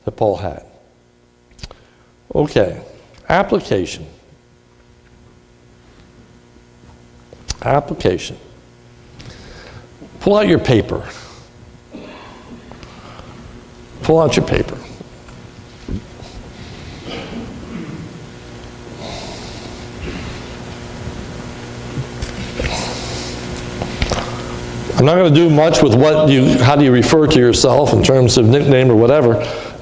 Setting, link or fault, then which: setting, large echoing room